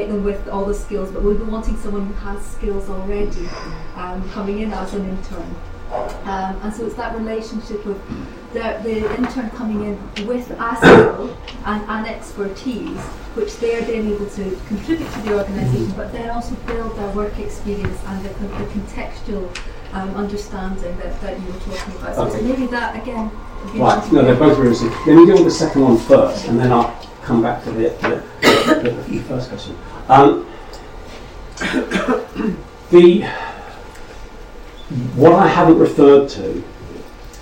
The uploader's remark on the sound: speaks at SRHE Employability, Enterprise and Work-based Learning Network